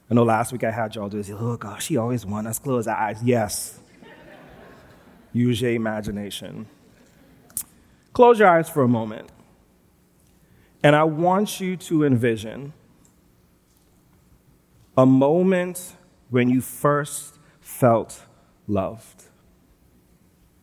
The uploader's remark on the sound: Recorded live at New Providence Community Church on February 13, 2022.